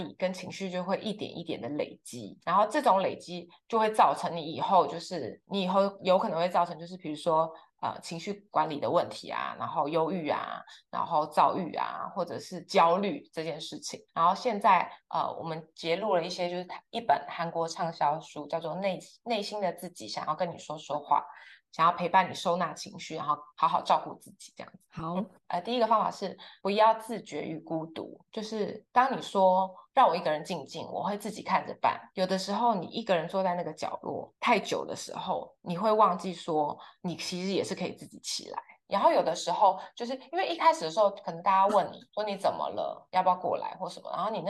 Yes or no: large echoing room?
no